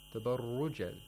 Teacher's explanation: Yeah, the body of the tongue goes up, actually, somehow. Yeah, just the back of the tongue goes up. We have the velarization.